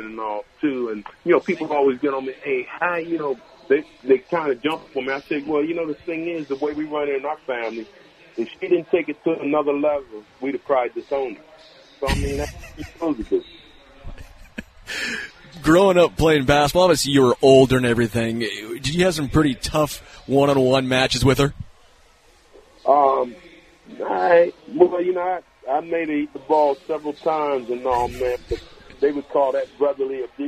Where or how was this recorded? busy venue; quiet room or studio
busy venue